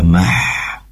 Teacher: memiliki sifat hames yang mengharuskan kita untuk mengalirkan nafas atau udara